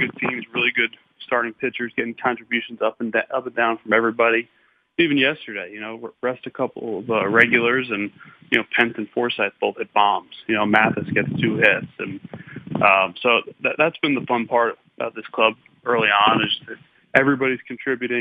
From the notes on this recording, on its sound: called in to the Ben and Skin show